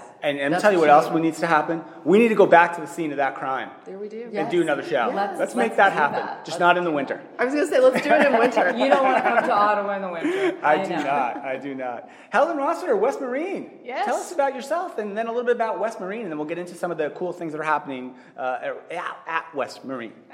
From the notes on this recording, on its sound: recorded live from the Saba Insights 2018 Conference in Scottsdale, Arizona